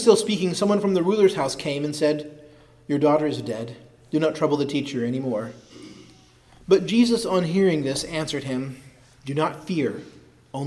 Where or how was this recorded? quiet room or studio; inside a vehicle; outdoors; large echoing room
large echoing room